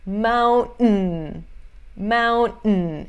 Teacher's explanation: A gente nem chega a falar o T.